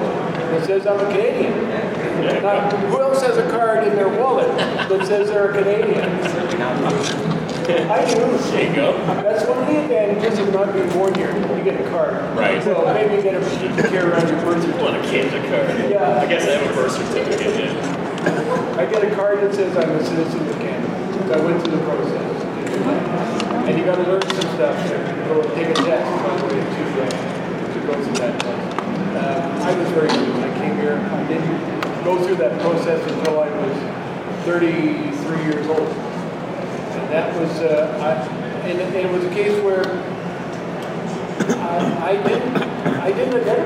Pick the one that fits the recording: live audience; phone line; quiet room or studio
live audience